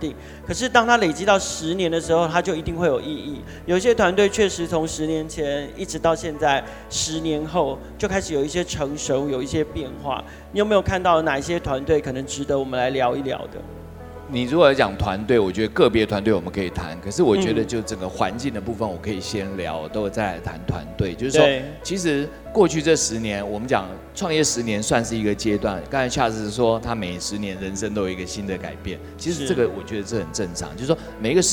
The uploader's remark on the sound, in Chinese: 創業新聲帶首度嘗試活動現場即時收音LIVE錄製！並舉辦大型Demo Show，邀請20位創投組成最豪華陣容的評審團。